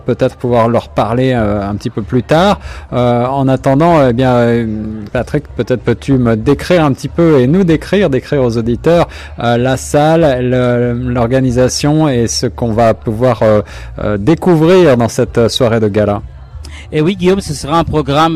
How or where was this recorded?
busy venue